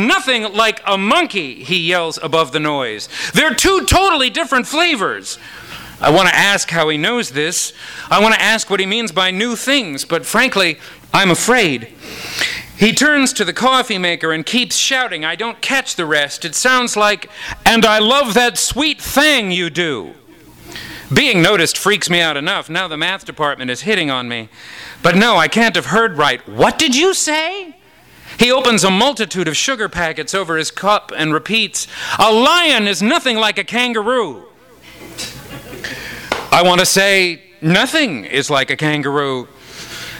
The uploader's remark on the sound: Kick off their Three Horsemen of the Apostrophe tour with an event at Skylight Books! THIS EVENT WAS RECORDED LIVE AT SKYLIGHT BOOKS SEPTEMBER 14, 2011.